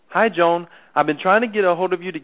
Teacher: It's almost breathy, and the tone of your voice is going up with each sentence or in the middle of each sentence, kind of. · Term: up tone